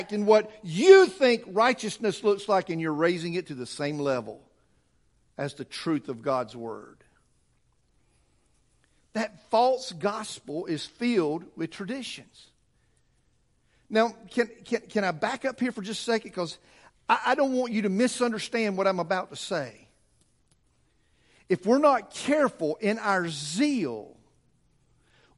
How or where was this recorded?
large echoing room